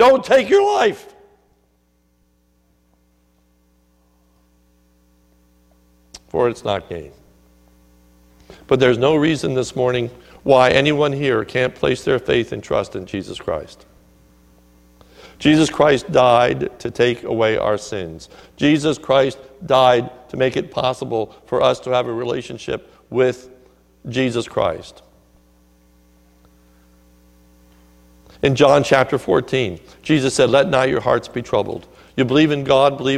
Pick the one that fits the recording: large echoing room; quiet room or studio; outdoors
large echoing room